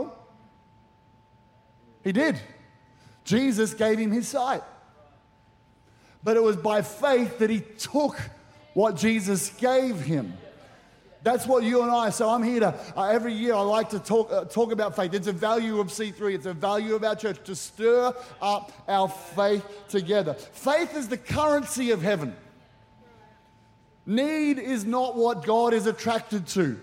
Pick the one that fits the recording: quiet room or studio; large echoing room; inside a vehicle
large echoing room